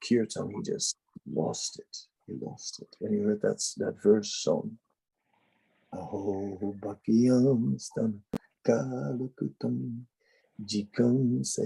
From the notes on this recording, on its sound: Zoom Meeting